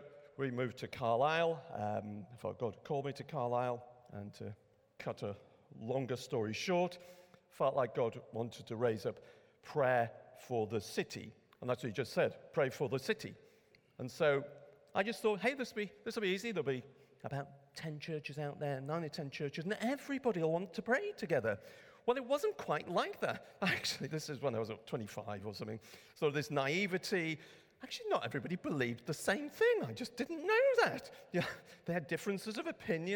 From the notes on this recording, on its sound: A Saturday morning workshop. Recorded at Middlesbrough Community Church.